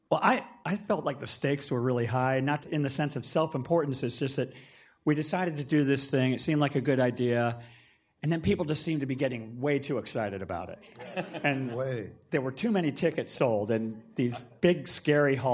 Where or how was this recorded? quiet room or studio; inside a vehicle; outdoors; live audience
live audience